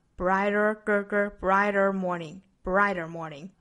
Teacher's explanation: brighter 中间那个 t 也是要半浊音